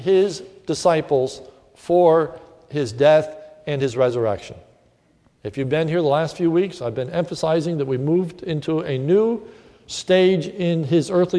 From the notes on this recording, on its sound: This sermon was recorded at the Lebanon Bible Fellowship Church in Lebanon, PA during the morning service